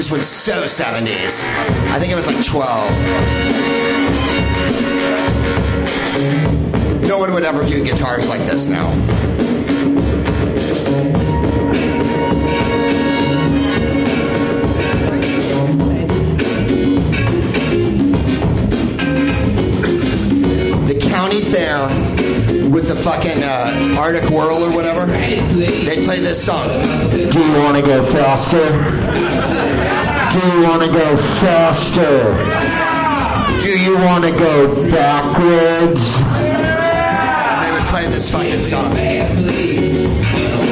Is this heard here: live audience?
yes